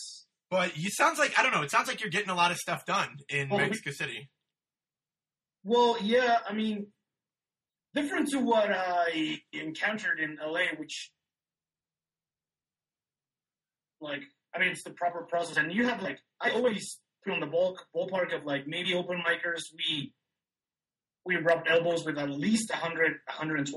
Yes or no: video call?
yes